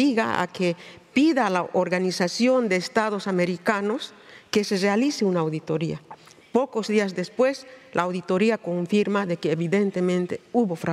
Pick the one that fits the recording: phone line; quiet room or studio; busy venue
busy venue